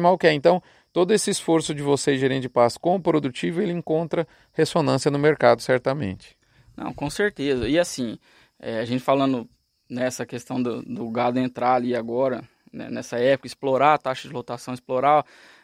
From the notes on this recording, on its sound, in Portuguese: Foi gravada numa praça de alimentação de uma área rotacionada de mombaça.